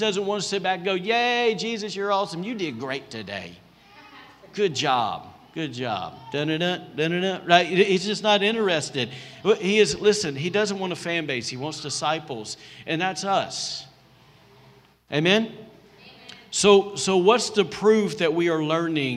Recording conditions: large echoing room